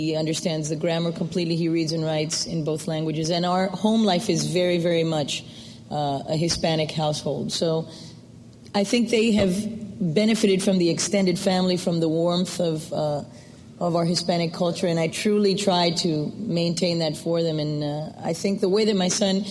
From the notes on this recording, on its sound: recorded at the Academy of Achievement's 1997 Summit in Baltimore, Maryland